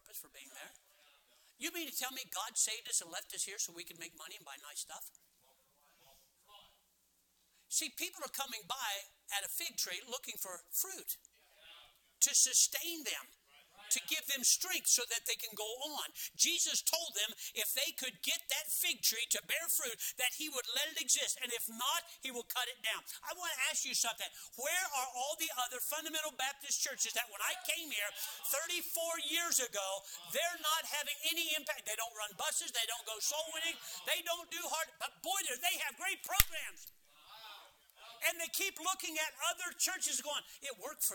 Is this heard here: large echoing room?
yes